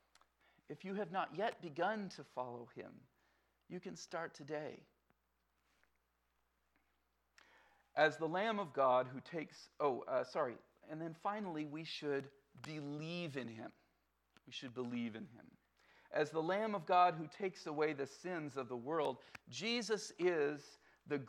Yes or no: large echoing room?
yes